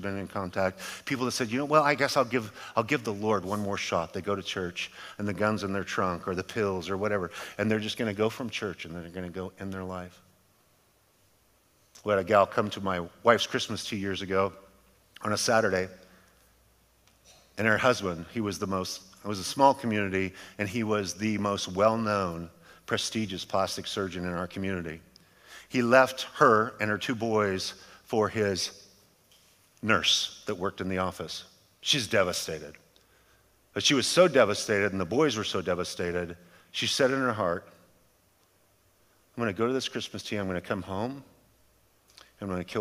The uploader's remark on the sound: a sermon delivered as part of The Beginning and The End Series at Godspeak Calvary Chapel in Newbury Park, California on July 29, 2023